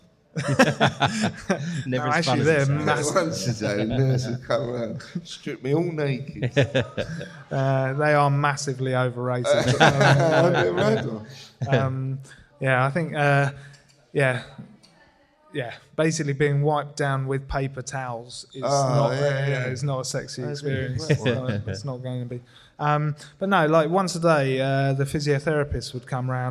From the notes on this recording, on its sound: This episode was recorded as part of our live show. As part of their live recording in Margate.